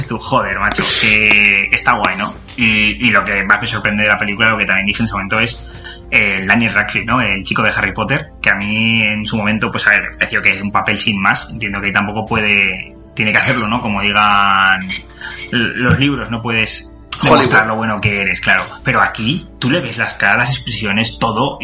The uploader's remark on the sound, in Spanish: En este nuevo PEC y primero grabado en cuarentena online (por eso la calidad no sera la de siempre).